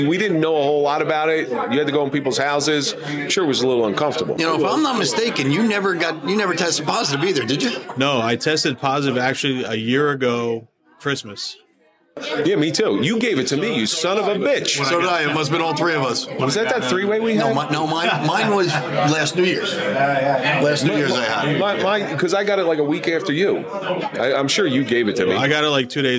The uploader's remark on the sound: Live at the Grande Saloon.